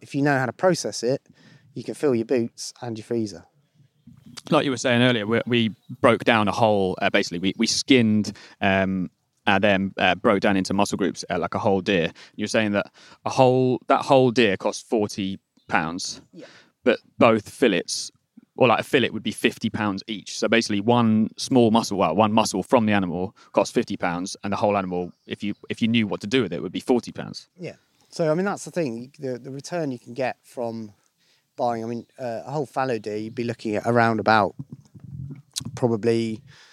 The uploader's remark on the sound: spends a day in the East Sussex countryside